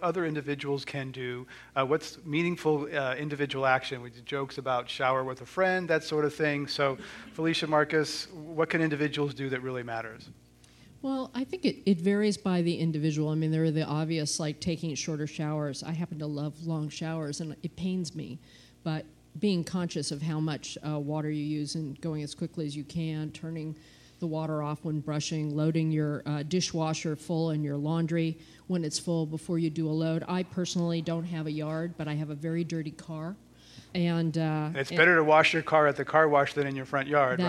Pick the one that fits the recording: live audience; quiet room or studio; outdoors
live audience